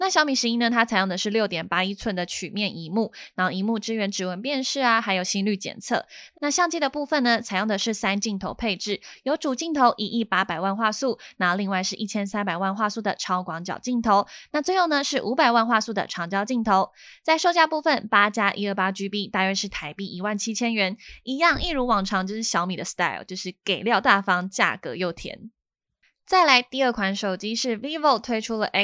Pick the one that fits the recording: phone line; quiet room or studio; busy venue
quiet room or studio